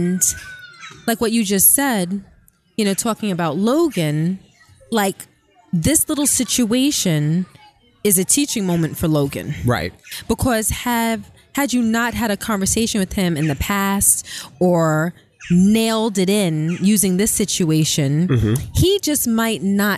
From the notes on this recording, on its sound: Live From The FontaineBleau